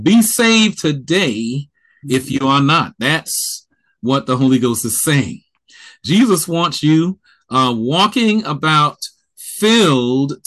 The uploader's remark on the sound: during a virtual morning worship (Zoom Meeting)